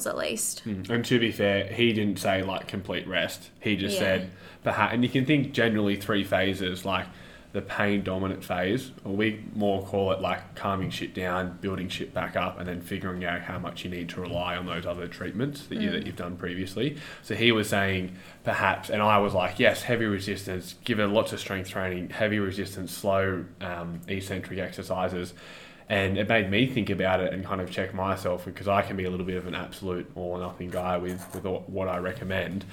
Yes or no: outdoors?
no